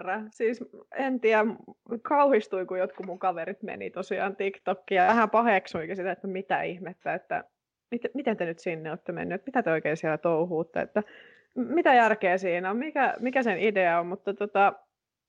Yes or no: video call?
yes